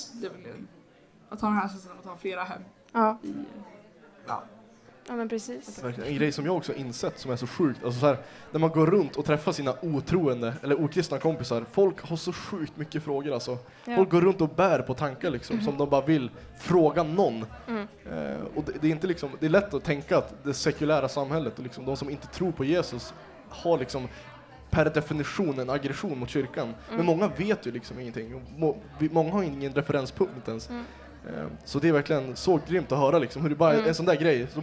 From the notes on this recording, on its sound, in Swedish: Kristen i skolan-podden kör live från vårt turnerande event Äkta - denna gång från Kalmar. Till sin livepoddsoffa.